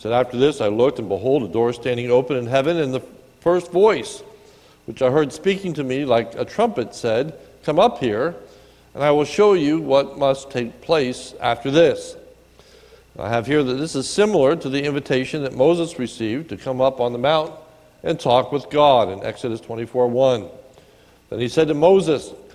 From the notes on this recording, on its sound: This is a sermon recorded at the Lebanon BFC on 2/10/2019 during the evening service.